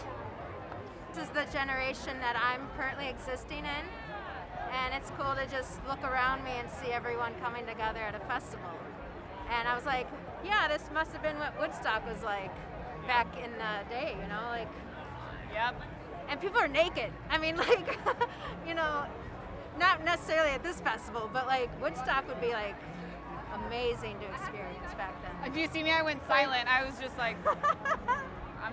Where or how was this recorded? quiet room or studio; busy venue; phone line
busy venue